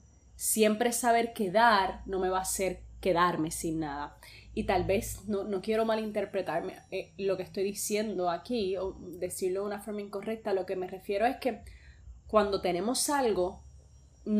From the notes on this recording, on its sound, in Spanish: Justo acabo de grabar este audio so puede que escuches petardos, y veinte vainas que andas explotando por mi casa.